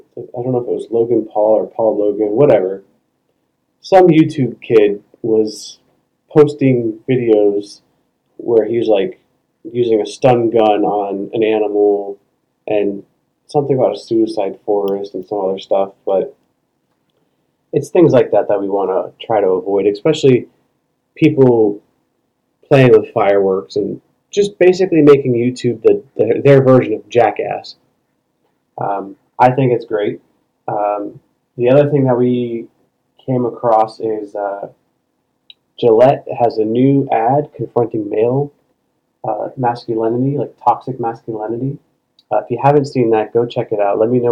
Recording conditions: poor sound quality